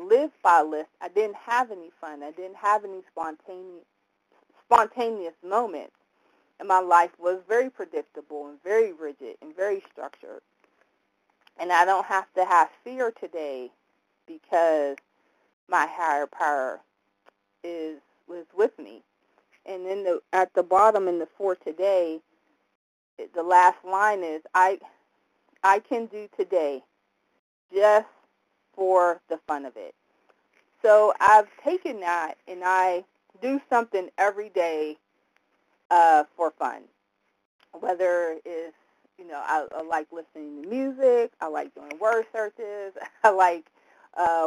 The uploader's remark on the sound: 100 Pounders Phone Meeting.